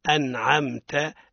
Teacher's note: يقولون أنعمت عليهم صراط الذين أنعمت عليهم تاء تاء، هنا هذا خطأ. الصواب أنعمت لا مد في التاء، ليس فيها مد. الصواب هو أنعمت عليهم صراط الذين أنعمت عليهم.